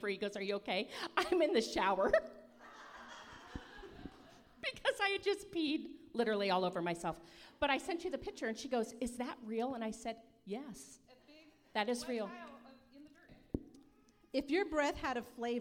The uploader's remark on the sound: Hot Seat Recording from Sasstastic Live! This special live episode.